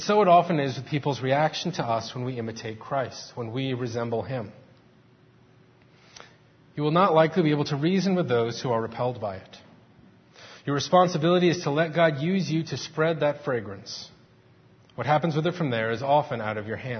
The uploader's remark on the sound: Faith Presbyterian Church – Morning Service